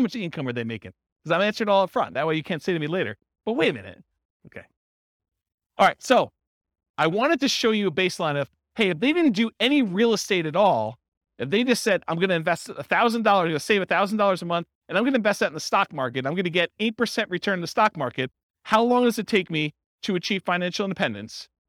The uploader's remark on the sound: This was a live class recorded